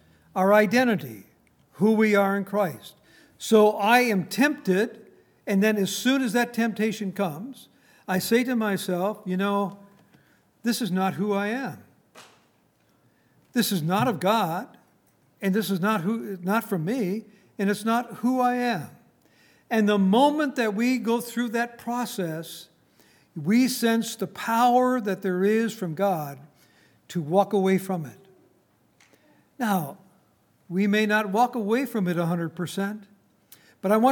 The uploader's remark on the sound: Recorded on April 28, 2019, at Grace Bible Fellowship in Front Royal, VA.